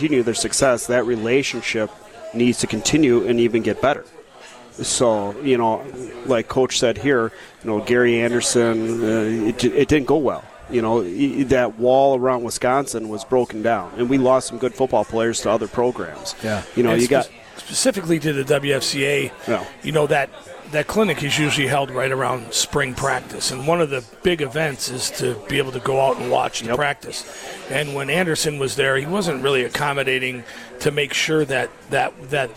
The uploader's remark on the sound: LIVE from Ruth's Chris in Middleton